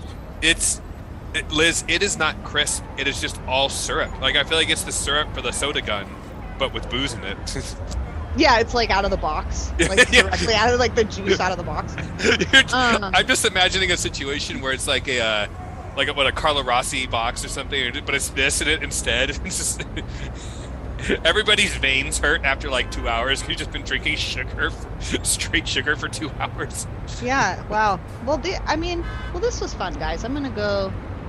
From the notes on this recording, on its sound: take a trip to "Gambler's Reserve", where they are live from downtown Oakland